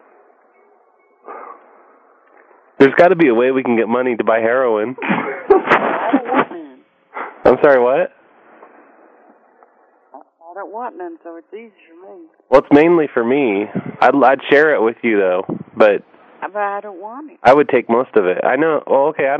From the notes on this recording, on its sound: Prank Phone Calls